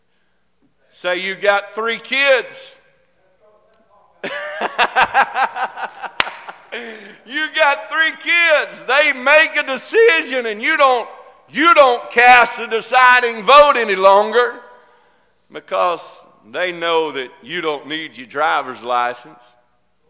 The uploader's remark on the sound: This message is broadcast live from Girst Pentecostal Church in Silsbee Texas